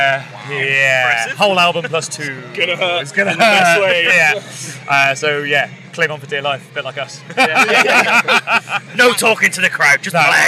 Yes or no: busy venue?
yes